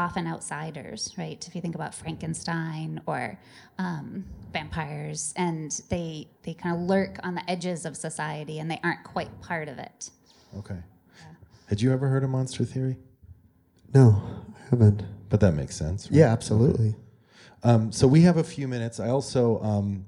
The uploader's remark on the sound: Recorded live at the MIT Museum in Cambridge, MA.